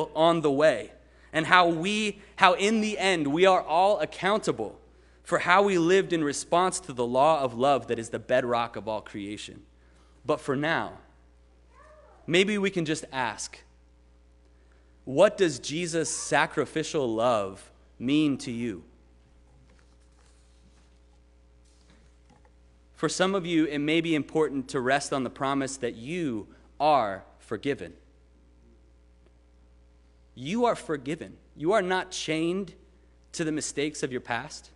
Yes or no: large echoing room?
yes